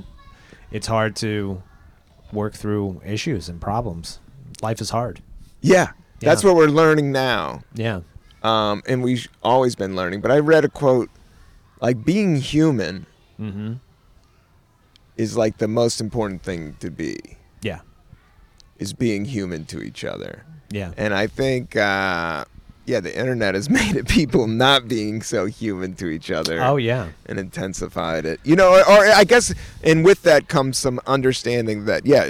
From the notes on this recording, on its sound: outside in Prospect Park in Brooklyn, NY.